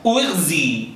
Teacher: قال ويجوز في ضم همزة نحو أغزي إشمامه بالكسر بأن يلحو بالضمة نحو الكسرة، يعني نبدأ بضمة وننتهي بكسرة للدلالة على الأصل، فينطقها هكذا، يعني نصف ضمة ونصف كسرة ثم يتابع في الحرف كما هو.